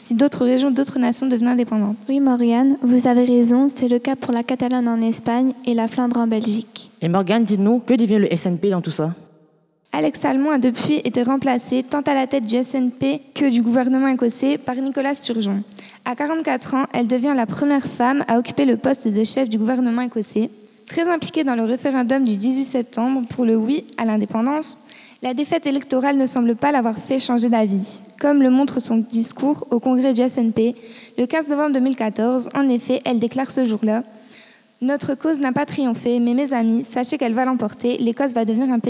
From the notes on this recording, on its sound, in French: une émission de radio en direct et en public à Lille